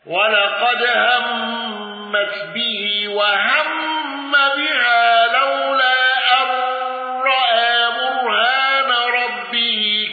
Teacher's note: أبو عمرو بإمالة همز رأى